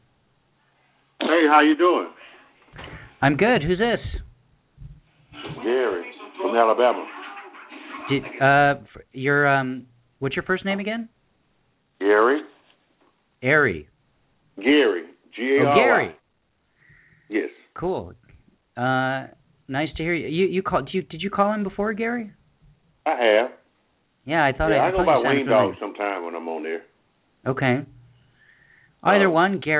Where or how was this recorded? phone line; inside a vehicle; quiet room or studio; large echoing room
phone line